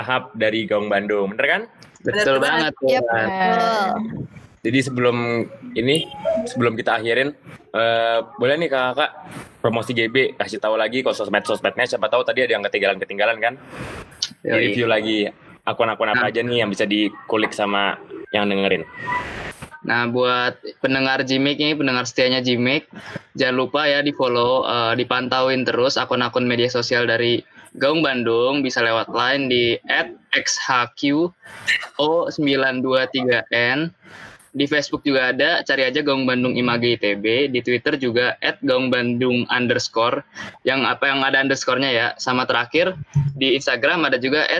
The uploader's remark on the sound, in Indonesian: Proses rekaman dilakukan jarak jauh melalui platform Google Meet